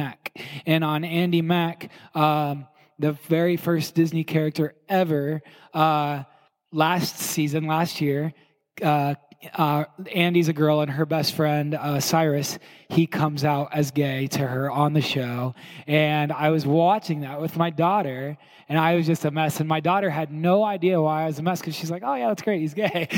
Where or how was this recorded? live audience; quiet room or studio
live audience